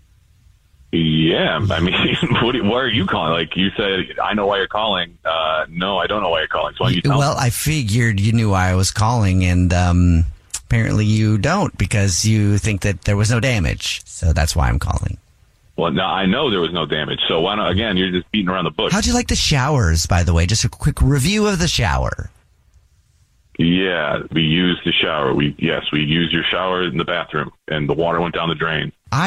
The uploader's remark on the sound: Phone Pranks on The Jubal Show